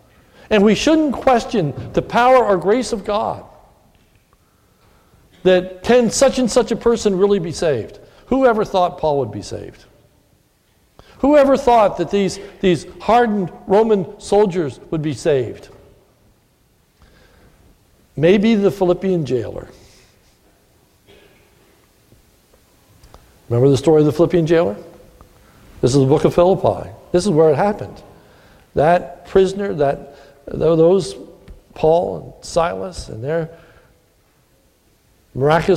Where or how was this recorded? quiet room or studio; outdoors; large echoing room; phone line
large echoing room